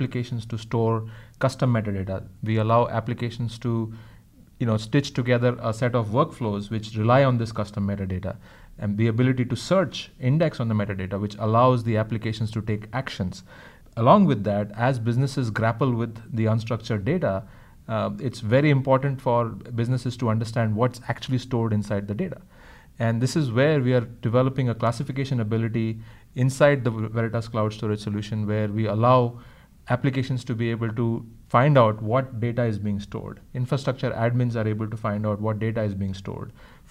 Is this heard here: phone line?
no